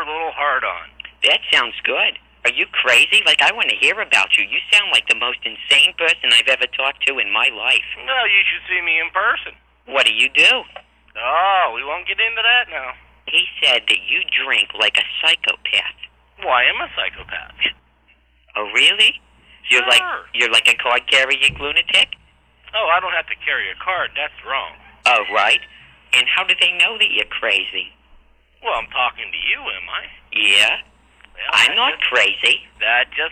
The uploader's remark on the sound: RBCP's Personal Prank Phone Calls Collection